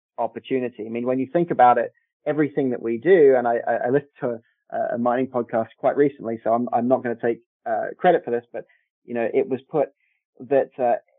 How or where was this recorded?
phone line